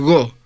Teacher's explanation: subo la parte de atrás de la lengua y aparece la gutural go